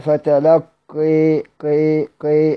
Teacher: وأمال فتلقى حمزة والكسائي وكذا خلف، ووافقهما الأعمش وقرأ ورش من طريق الأزرق بالفتح والتقليل.